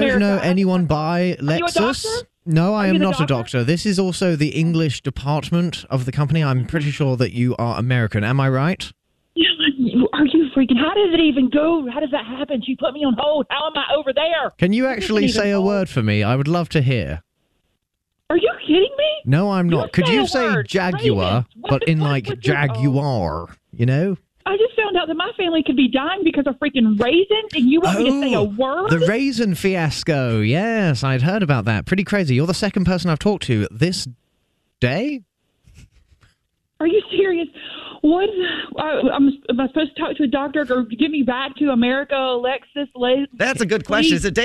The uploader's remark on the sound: Phone Prank. They put a lady who gets her groceries delivered on hold a bunch.